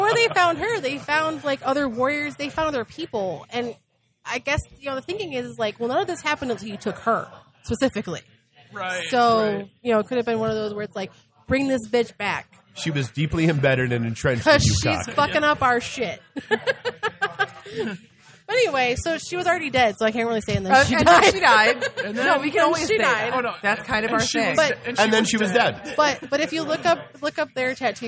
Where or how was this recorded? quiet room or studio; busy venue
busy venue